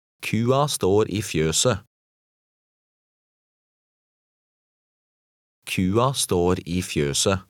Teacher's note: the last T is silent